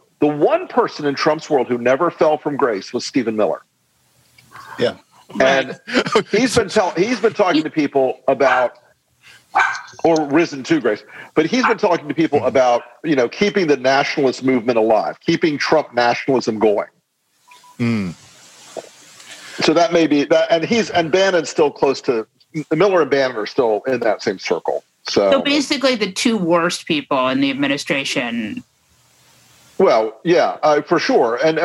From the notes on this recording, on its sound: which happened LIVE on Zoom